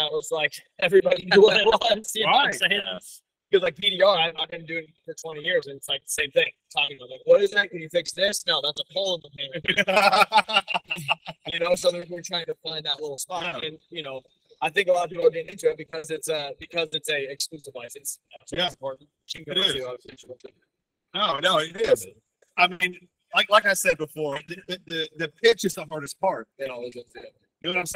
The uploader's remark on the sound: MTE Radio Row Recording. The audio won't be as good as normal because it takes places during the show. We had multiple different guests.